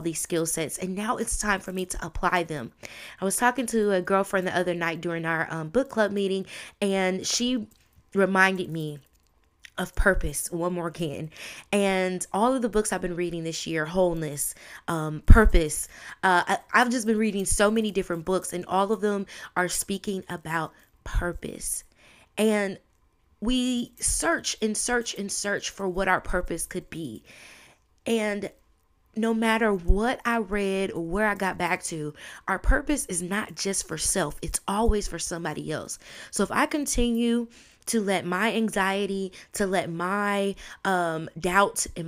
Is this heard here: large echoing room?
no